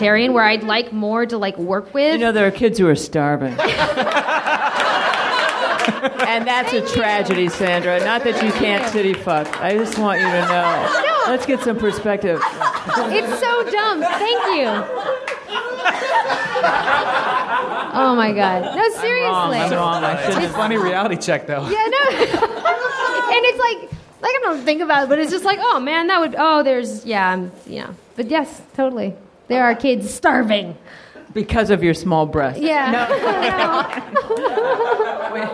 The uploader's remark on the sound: live at NerdMelt!